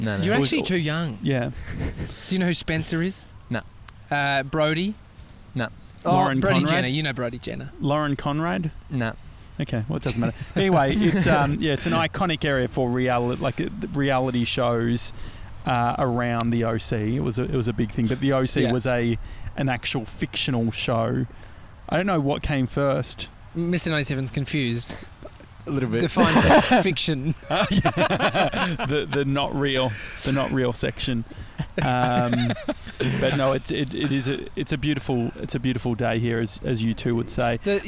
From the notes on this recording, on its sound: We’re live from Laguna beach!